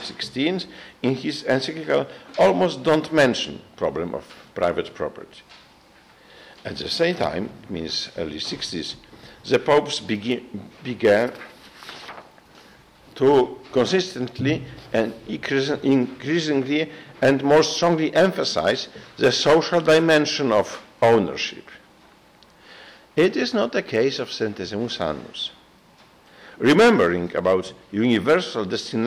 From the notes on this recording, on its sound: gave a talk to Christendom students and faculty